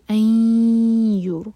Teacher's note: آگے ہے این یورسیلا، این یہ ادغام غنہ کے ساتھ، دو سیکنڈس کا ٹائم دیں گے اور غنہ کریں گے. این یور، یور را سکون کو ہیوی کریں گے کیونکہ اس سے پہلے ہے دومہ، تو منہ بھر کر را پڑھیں گے